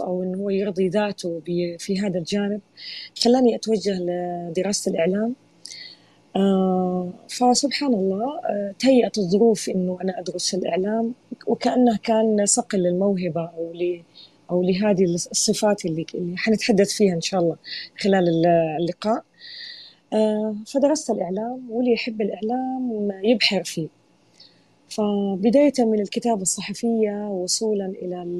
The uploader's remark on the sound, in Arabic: تسجيل لمساحة ابن رشد الأسبوعية على منصة تويتر.